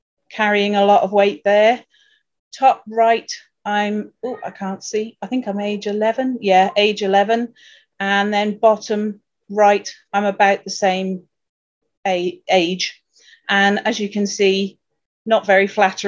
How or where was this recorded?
video call